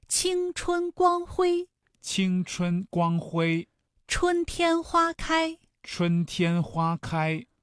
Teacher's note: 声带绷到最紧，始终没有明显的变化，我们要保持一个音高 · Term: 一声